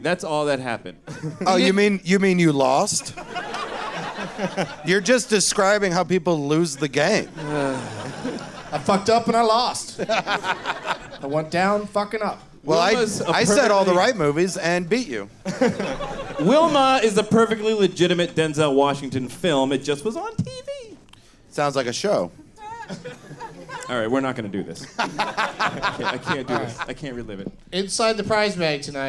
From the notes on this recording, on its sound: Live from the Punchline in Sacramento